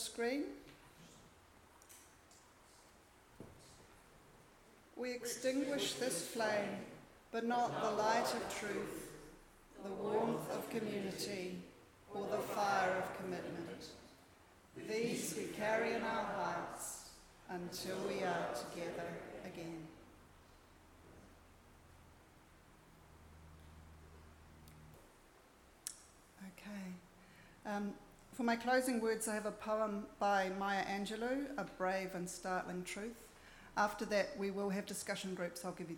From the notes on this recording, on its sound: Recorded at Auckland Unitarian Church 21 January 2024